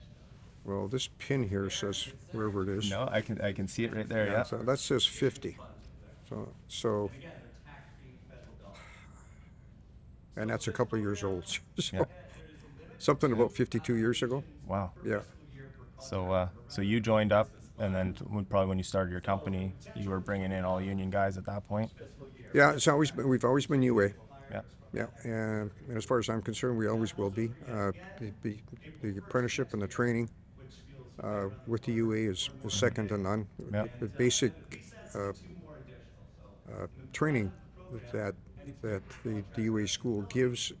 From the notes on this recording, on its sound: This episode was recorded in December at a MIRA event held at UA Local 170's Hall. The HALL PODCAST studio was recreated in the hall for guests to join.